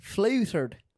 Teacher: the T in Irish accent is an SH sound